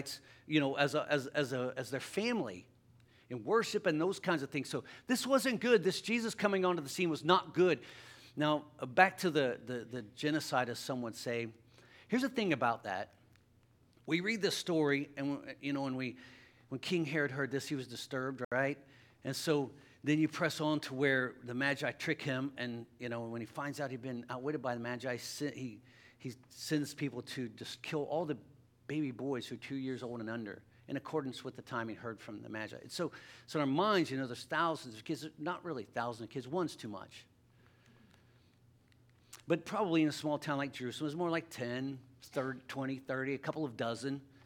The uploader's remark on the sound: LIVE Services at Sunshine.